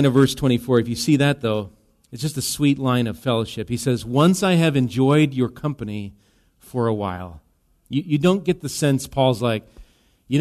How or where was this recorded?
large echoing room